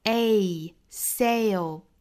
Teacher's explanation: 从第一个元音滑动到第二个元音，第一个重，第二个弱。 · Term: 双元音